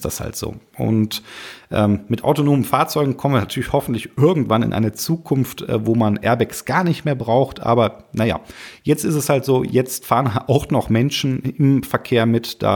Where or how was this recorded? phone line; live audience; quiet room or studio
quiet room or studio